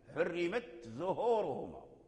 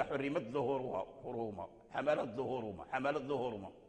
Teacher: ويثبت التاء عند أصول الثنايا، عند جذور الثنايا، ثم اللسان ينتقل إلى رأسهما · Shown in: first take · Term: إظهار تاء التأنيث